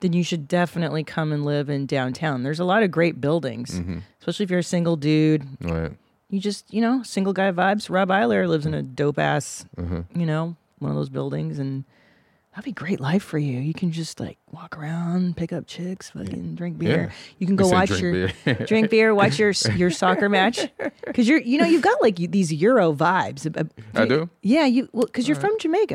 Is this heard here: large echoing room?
no